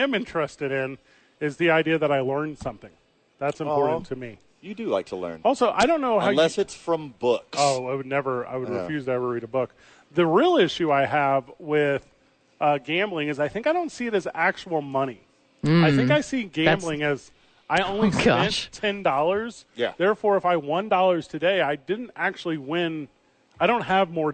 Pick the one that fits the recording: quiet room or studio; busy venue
busy venue